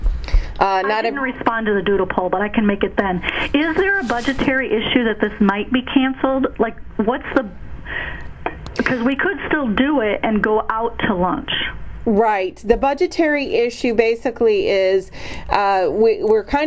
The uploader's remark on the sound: IAI Business Major Conference call. Conference call discussion.